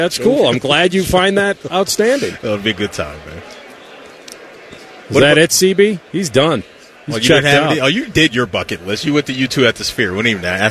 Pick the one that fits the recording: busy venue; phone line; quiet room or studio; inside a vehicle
busy venue